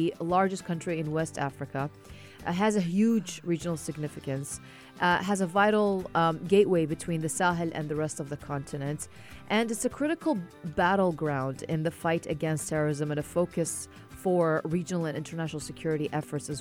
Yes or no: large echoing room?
no